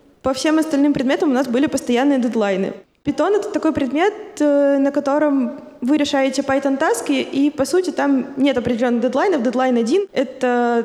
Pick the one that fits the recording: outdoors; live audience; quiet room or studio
live audience